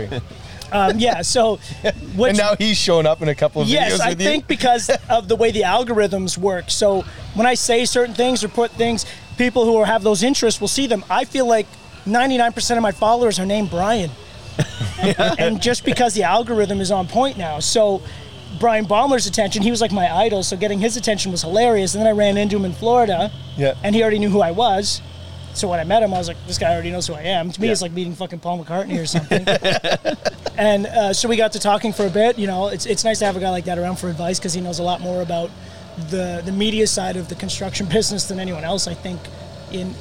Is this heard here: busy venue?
yes